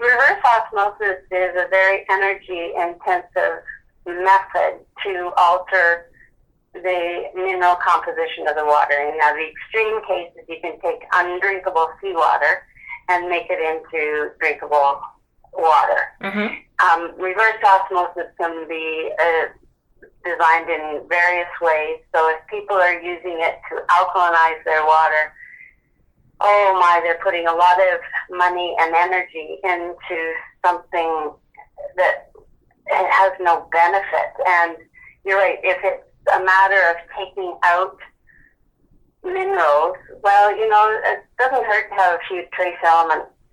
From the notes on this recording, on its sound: Via a phone call.